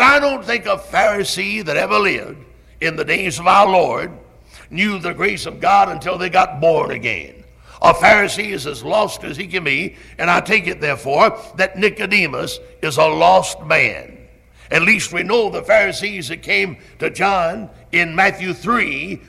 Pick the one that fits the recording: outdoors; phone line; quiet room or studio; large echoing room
large echoing room